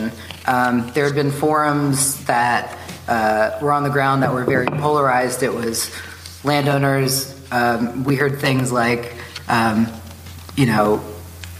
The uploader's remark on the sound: a panel discussion that I moderated at this year’s International Wildlife Film Festival (IWFF) in Missoula, Montana!